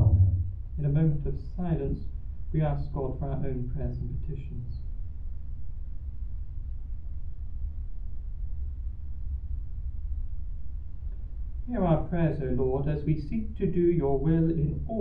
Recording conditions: busy venue